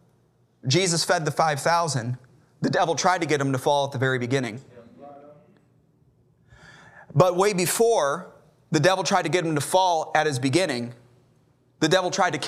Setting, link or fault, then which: setting, large echoing room